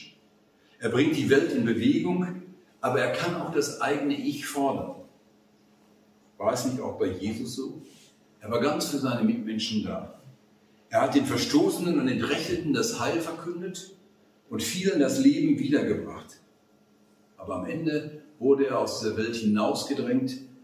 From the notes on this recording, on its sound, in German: Vortrag beim Zinzendorf Forum am 27.11.2021 in Marburg.